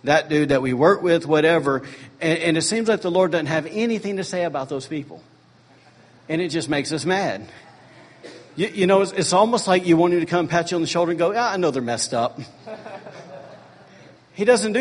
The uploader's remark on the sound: Was recorded on Sunday, July 2, 2017, during morning service at Celebration Life Family Church.